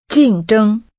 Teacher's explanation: using falling and high-level tones